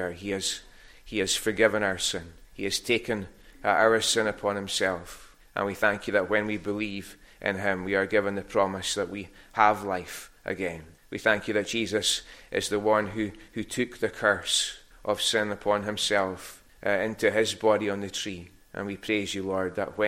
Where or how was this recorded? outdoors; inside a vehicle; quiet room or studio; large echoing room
large echoing room